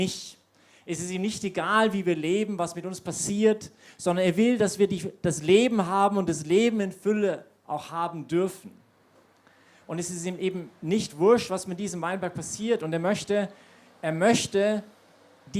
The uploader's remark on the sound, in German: Predigt aus der YP Messe